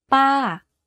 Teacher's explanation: To say this tone, focus on pitching your voice to go slightly up first and then to fall down at the end of the syllable. · Term: falling tone